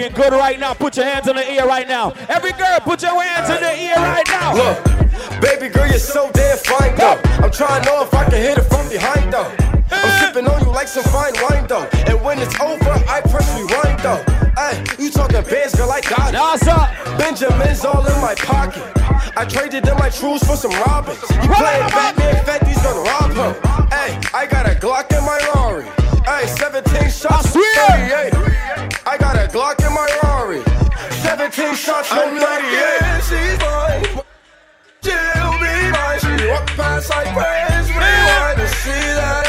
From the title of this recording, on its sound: PREZZY XMAS PARTY 12.26.2015 MARYLAND LIVE AUDIO